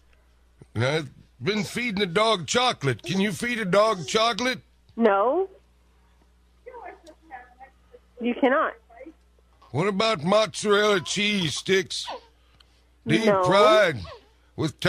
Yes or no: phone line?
yes